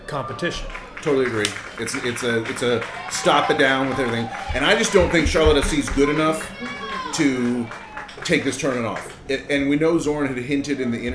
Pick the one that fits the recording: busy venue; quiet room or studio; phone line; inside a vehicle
busy venue